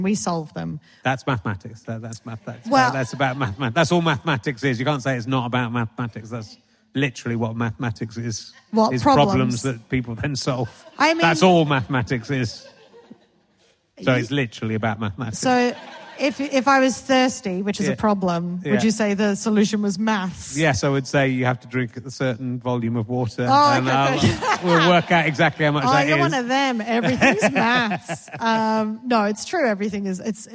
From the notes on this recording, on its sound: A rare live Book Club coming to you from Tunbridge Wells